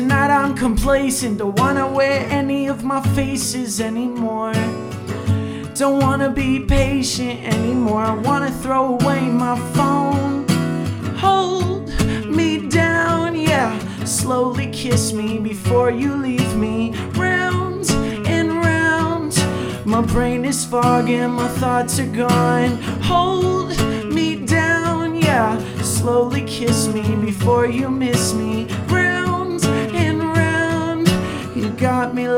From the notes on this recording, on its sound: BACK IN THE VAN IN THE BRUE HAUS DRIVEWAY! Recorded during Ogden's First Friday Art Stroll.